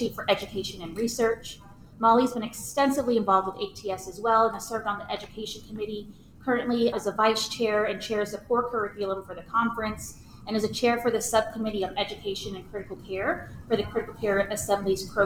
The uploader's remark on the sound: coming to you live from the American Thoracic Society 2023 Annual Meeting